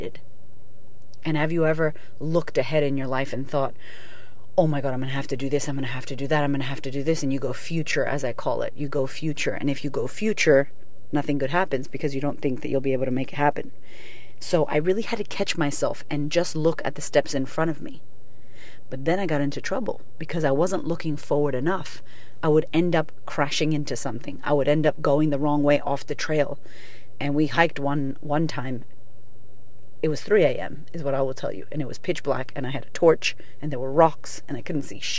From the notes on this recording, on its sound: Today's episode is live from my car